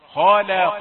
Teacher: لابد أن تعطي نفسك فرصة لتغيير فتحة الفم، خاء وقاء، لكن اللام تأتي في الوسط مرققة، خلق. يعني هناك كلمات ستظلم 100% إذا قرأت حدرا وأنت غير ماهر بالقرآن، لكن عندما تكون ماهرا ينتهي الإشكال.